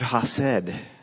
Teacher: There is a back of the throat roll to that CH sound